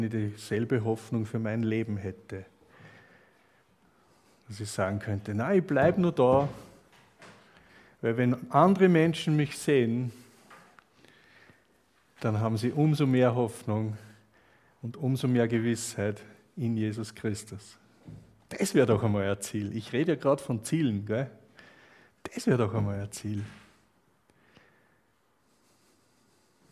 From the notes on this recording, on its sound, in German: Aufnahme einer Freizeit von 2017.